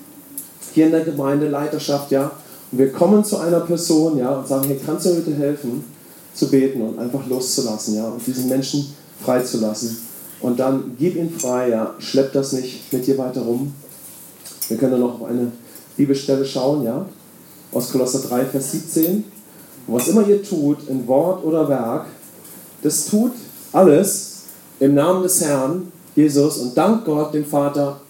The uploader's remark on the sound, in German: Wir bitten die geringere Aufnahmequalität zu entschuldigen. Bei der Aufnahme gab es technische Schwierigkeiten mit unserem Mischpult. Deshalb mussten wir die Sicherheitsaufnahme mit einem Iphone verwenden.